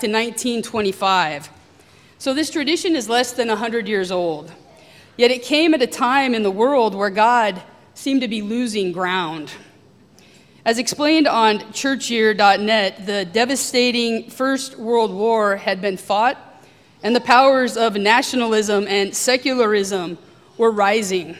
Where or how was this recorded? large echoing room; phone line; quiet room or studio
large echoing room